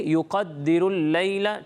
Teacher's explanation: دیکھیں قاف کے بارے میں نے پہلے ہی بتایا، اسے پر پڑھنا ہے، ٹھیک ہے. قاف حروف مستعلیہ میں سے، اسے پر پڑھیں گے، اسے باریک نہیں پڑھیں گے